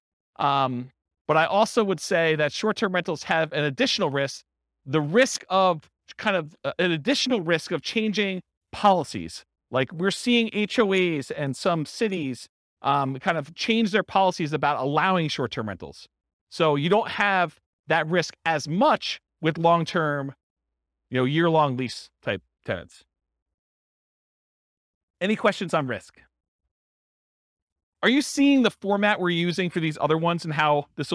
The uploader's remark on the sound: This was a live class recorded